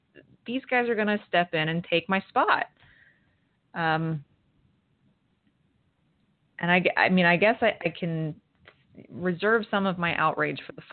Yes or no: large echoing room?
no